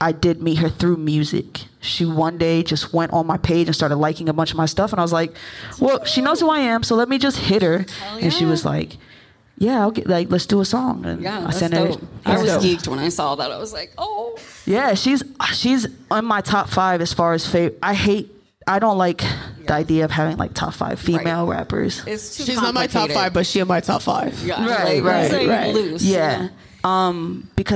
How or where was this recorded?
live audience